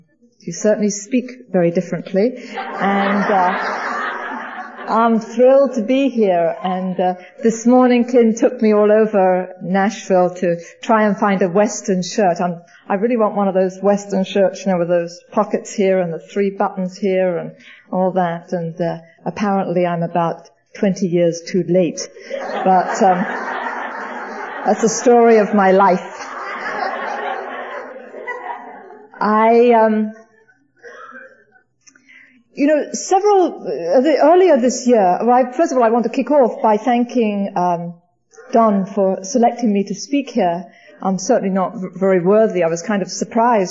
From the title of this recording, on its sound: speaking at the Music City Roundup